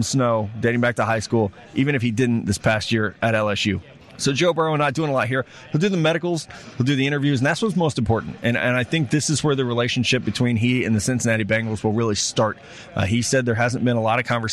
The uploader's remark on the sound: Live from NFL Combine